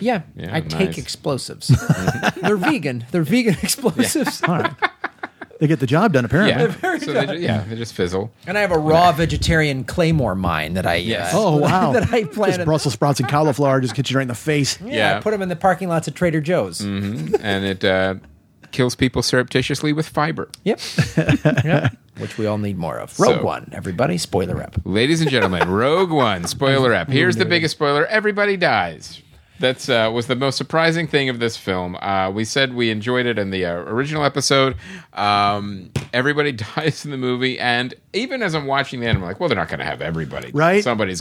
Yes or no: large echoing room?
no